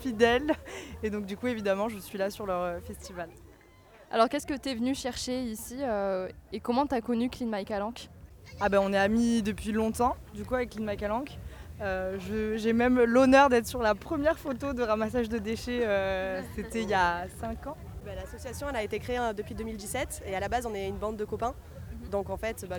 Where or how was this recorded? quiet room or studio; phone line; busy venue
busy venue